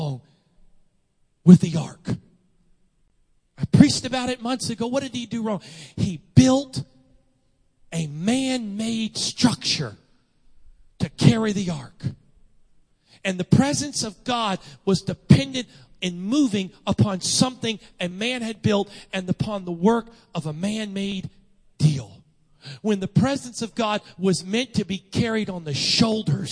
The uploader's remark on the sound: Sunday Morning Service. 45th Anniversary Weekend.